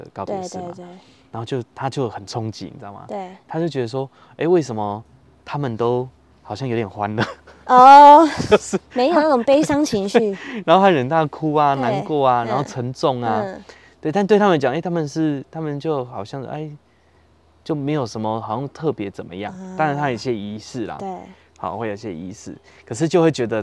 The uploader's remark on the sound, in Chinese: 哎呀這次我們忘記帶錄音介面上山了Ｑ。只能用一般的收音MIC來使用。這次選擇在戶外錄音所以在聲音上會有蠻多環境音的。另外本集有特殊的音響還請大家不要開太大聲以免被嚇到。